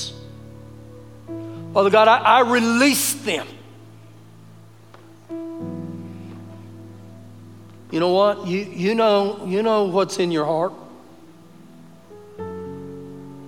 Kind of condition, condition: setting, large echoing room